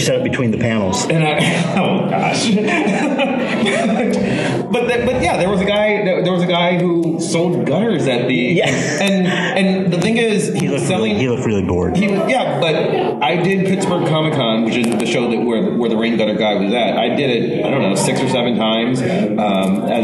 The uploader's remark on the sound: Live from 3 Rivers Comicon!